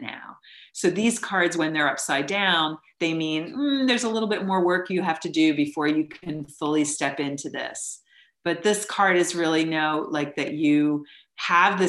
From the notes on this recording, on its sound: We also had some technical issues related to learning to do this via Zoom.